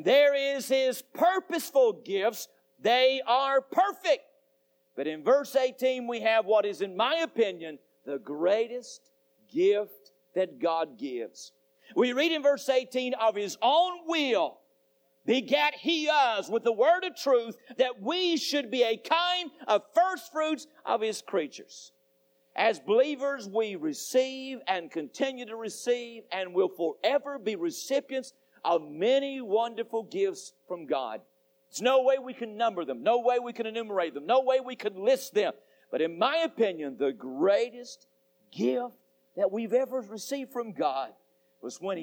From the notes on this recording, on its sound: Temple Baptist Church Archive Podcast. During the PM service on October 17, 2001.